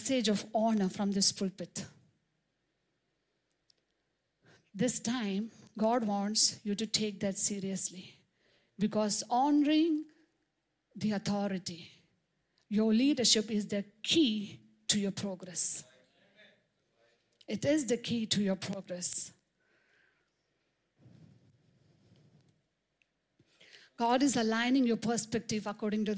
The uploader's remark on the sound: preached on 26 March 2023 at Revelation Church.